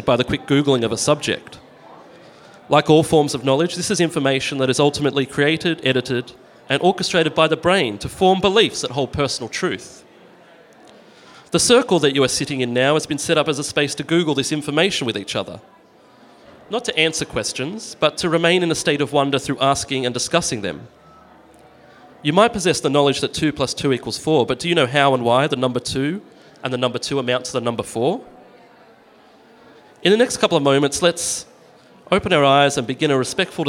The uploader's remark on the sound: We broadcast live from Artspace for Volumes: Another Art Book Fair. Live broadcast from Artspace for Volumes: Another Art Book Fair.